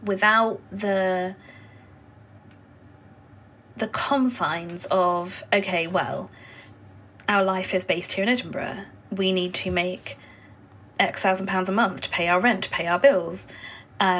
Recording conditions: sounds in the background